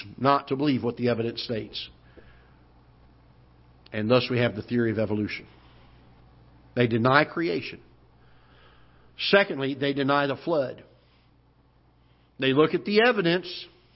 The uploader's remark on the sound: Ketha Heights Baptist Church ~ Live Broadcast